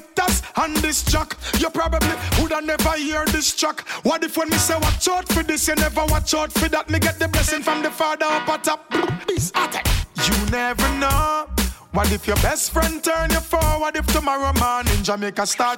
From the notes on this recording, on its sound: Originally broadcast live on April 4, 2019 from the storefront of Kinfolk 90 in Williamsburg, Brooklyn, New York City. Broadcast live on WAXX.fm.